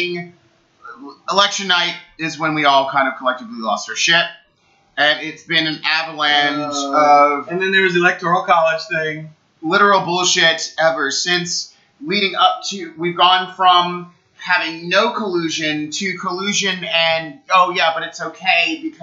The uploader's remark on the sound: Now in LO-FI